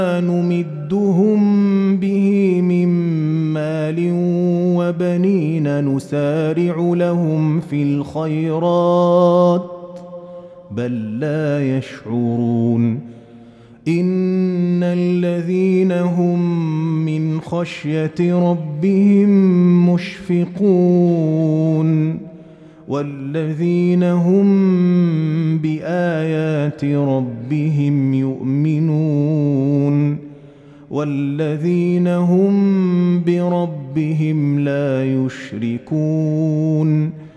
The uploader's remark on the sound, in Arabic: مسجل من صلاة التراويح بمسجد السلام بحي مشرفة بجدة.